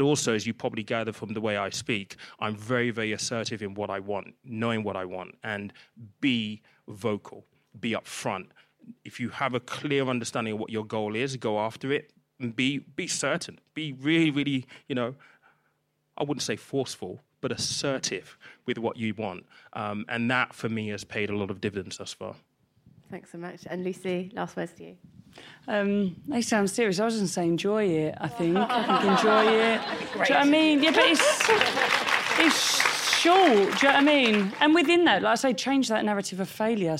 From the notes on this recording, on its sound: recorded at Squiggly Careers Live on October 17th